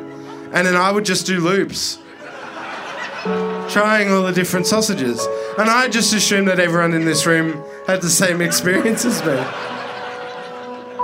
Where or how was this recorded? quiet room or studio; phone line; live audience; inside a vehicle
live audience